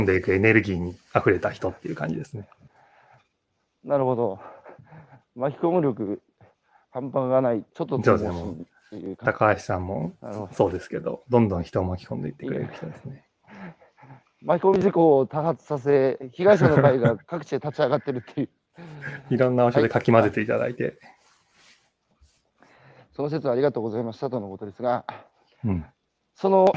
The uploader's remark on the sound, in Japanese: 歩きながら1時間、対談する